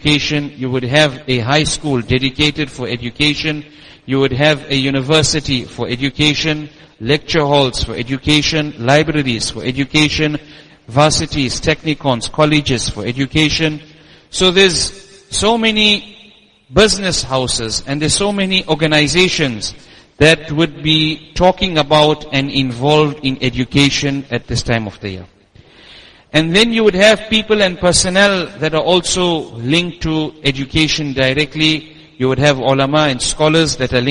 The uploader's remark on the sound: Jumuah lecture at Masjid us Siddique